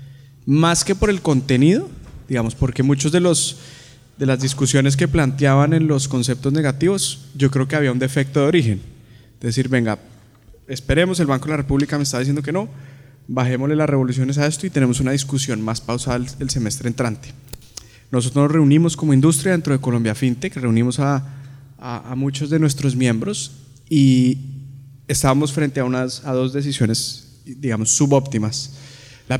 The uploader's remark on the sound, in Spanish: Este es un episodio grabado en vivo durante el CINTEL Blockchain Forum, en la antesala de ANDICOM 2023.